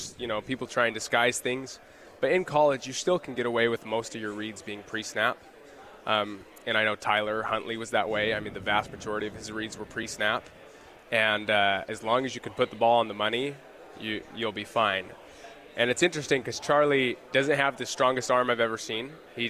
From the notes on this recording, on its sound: LIVE from Pac-12 Media Day in Los Angeles, CA